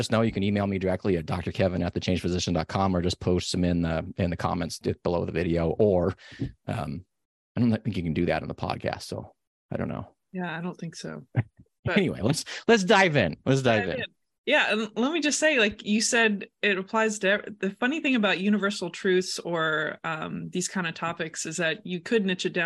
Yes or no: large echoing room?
no